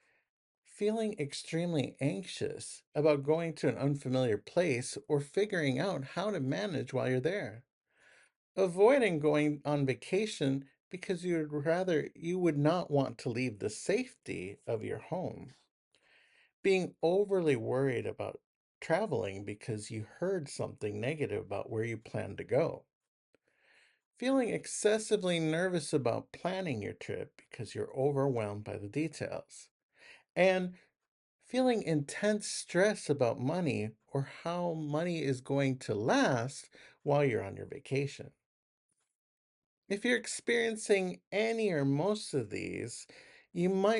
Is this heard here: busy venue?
no